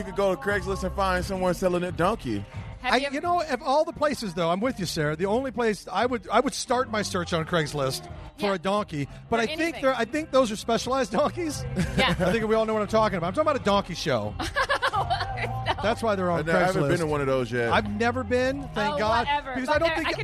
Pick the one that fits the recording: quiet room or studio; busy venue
busy venue